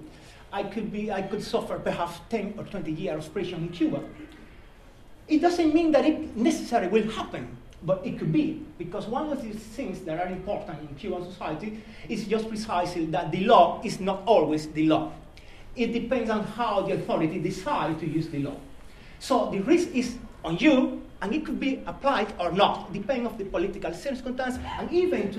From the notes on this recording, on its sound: In celebration of Refugee Week. This Worlds Festival event at the Norfolk & Norwich Millennium Library.